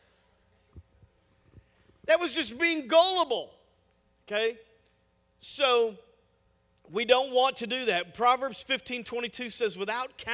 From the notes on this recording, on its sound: Message audio from our weekend services!